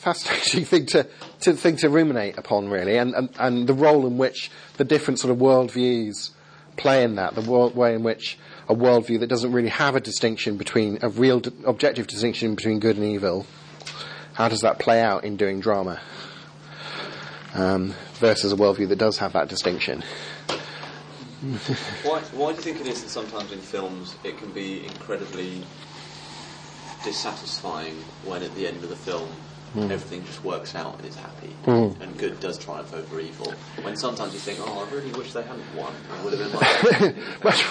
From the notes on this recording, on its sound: Second seminar given at the School of Missional Disciple-Making at Above Bar Church, Southampton